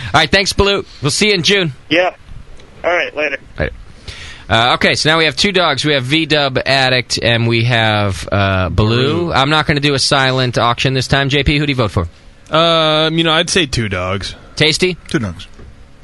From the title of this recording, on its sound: The Session 05-10-09 Linden Street Brewery